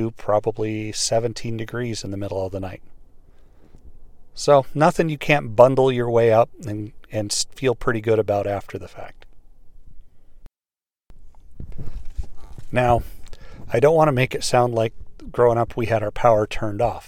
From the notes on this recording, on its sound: It was another beautiful night in my truck waiting for practice to get over.